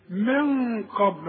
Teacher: من قبل برضو النون ما تستعملش لسان، لكن الغنة ايه؟ مفخمة